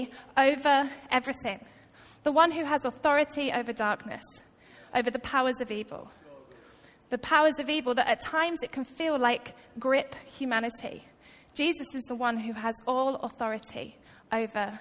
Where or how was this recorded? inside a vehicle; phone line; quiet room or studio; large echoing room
large echoing room